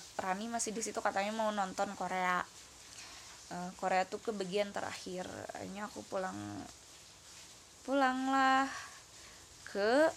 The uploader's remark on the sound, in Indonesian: Maaf kresek kresek itu suara hujan.